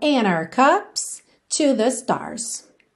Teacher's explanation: essa palavra our, numa frase um pouco mais rápida, R, como o som da letra R